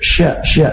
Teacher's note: Makhraj syin adalah dari tengah lidah yang bertemu dengan langit-langit atas. Nah salah satu sifat khasnya adalah tafashi, yaitu tersebar udara ketika mengucapkan huruf shin, huruf sya, sya, jadi tersebar udara, beda dengan huruf fa dan huruf sa seperti itu, harus terdengar jelas dan tidak berubah menjadi sa.